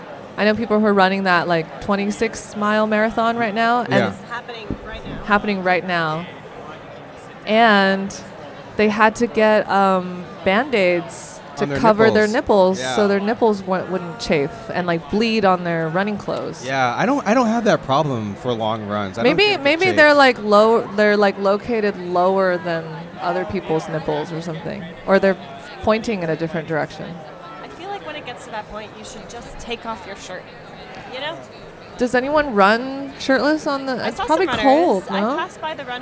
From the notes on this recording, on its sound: Live from INTERNET YAMI-ICHI: TRYTOBEGOOD (November 6, 2016)